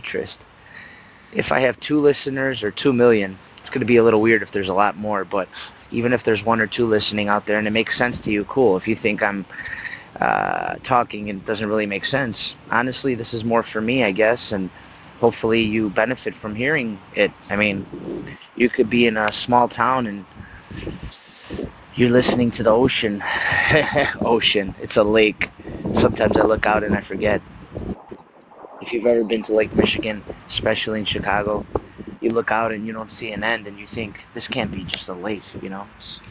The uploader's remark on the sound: Enjoying the outdoors, with all its splendor, and noises, as I’m trying to re-energize!